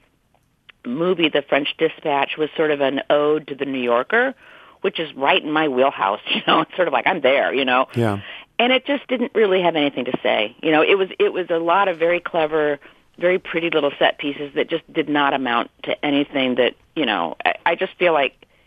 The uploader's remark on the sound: phones